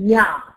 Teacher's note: يع فتيجي راح منقطع منه، كل ما يجي يجري ينقطع، كل ما يجي يجري الصوت ينقطع. اذا صوت العين يجري جريانا ضئيلا ثم ينقطع